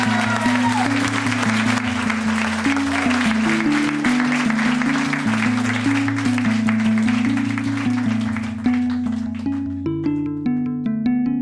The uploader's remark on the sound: Recorded live at Fromagerie Elgin in Sudbury.